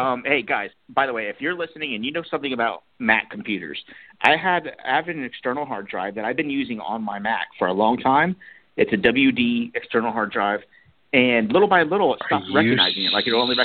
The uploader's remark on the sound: go live and take calls most of the show